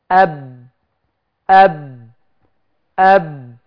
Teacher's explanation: الصوت انقطع عند اطباق الشفتين. · Term: الباء